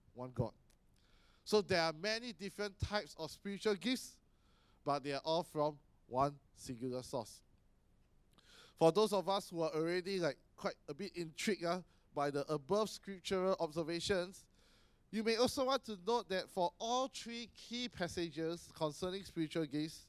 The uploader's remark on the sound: Sermon preached on 27 May 2018 at our AMK Hub location.